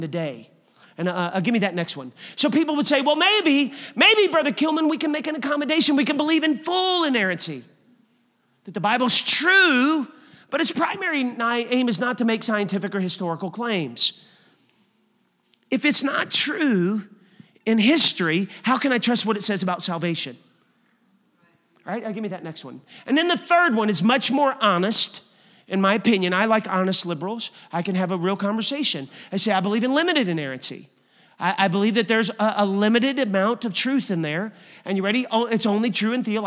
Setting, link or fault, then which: setting, large echoing room